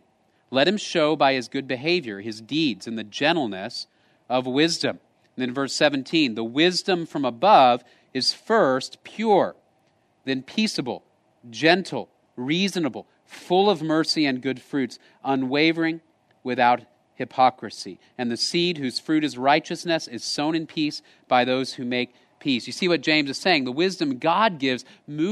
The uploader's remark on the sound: Location: Grace Bible Church Creekside